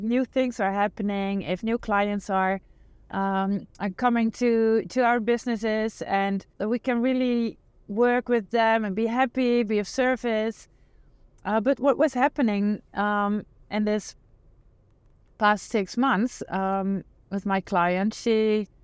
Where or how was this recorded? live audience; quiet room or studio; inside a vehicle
inside a vehicle